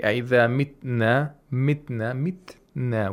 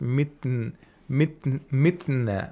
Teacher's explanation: We have a ta with sukun. We have to make sure that the ta is pronounced. If we say aida mitna, mitna, mitna, we have to hear the sound of ta.